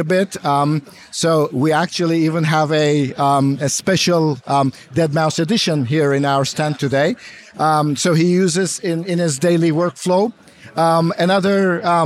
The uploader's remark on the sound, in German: Wir haben auf der NAMM Show spannende Einblicke in die internationale Musikwelt gewonnen und nehmen euch mit in das Getümmel. Im Convention Center von Anaheim führten wir Gespräche mit bekannten Herstellern wie Waves, Elysia und SoundRadix über ihre neuesten Produkte. Die lebhafte Atmosphäre der Messe.